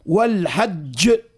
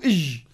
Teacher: الجيم من وسط اللسان · Shown in: second take · Term: الجيم الفصيحة